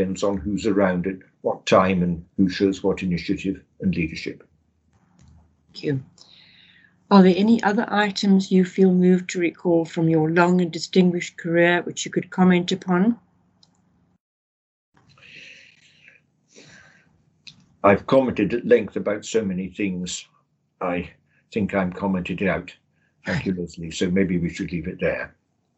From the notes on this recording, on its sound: The interview was recorded online